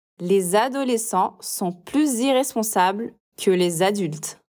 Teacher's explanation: Aí a gente faz a liaison, a ligação, com o som de z